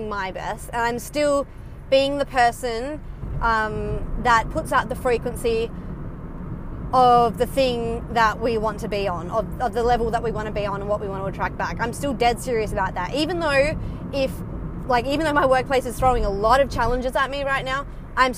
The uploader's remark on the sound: Casual chats while driving home from work